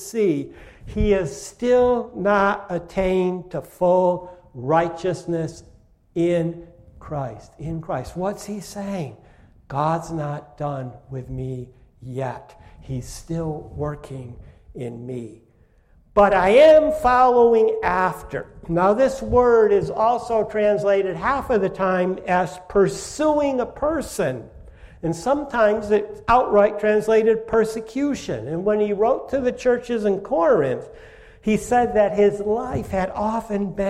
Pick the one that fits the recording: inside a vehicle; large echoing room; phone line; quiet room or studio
large echoing room